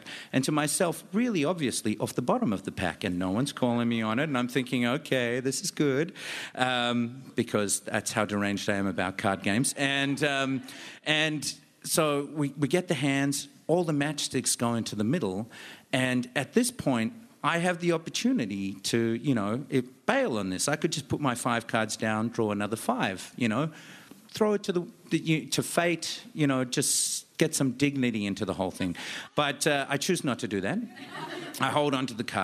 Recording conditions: live audience